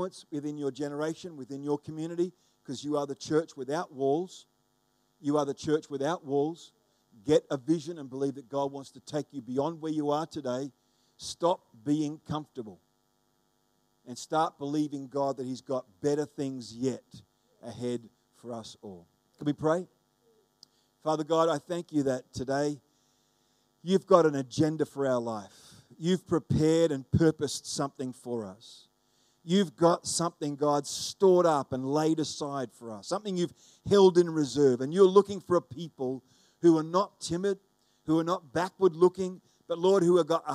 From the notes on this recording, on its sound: The live stream of Destiny Church Atherton.